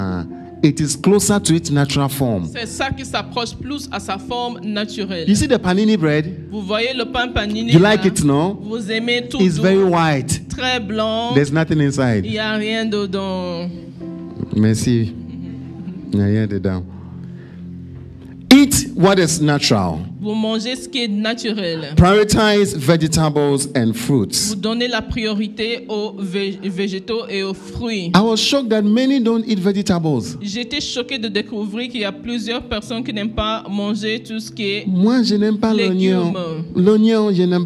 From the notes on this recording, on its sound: Preached during Joyful Hour Sunday Service